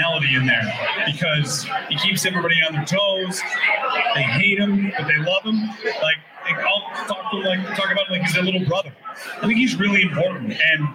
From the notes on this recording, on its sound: LIVE from Resurgence Brewing Company. To offer fans a chance to come out and meet the guys and participate in a live show.